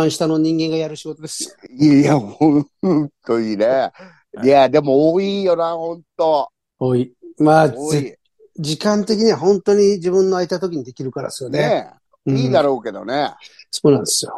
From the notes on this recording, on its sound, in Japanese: ZOOMで収録